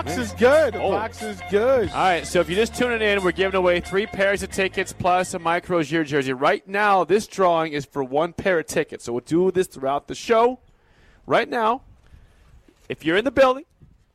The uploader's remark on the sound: Nebraska Football Talk Live from Barry's